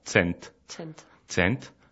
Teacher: Et ensuite, 100, c'est très facile, ça s'écrit comme en français, C-E-N-T, sauf que ça se prononce pas tout à fait pareil, vu que le C se prononce ts en espéranto, donc ça se prononce tsent.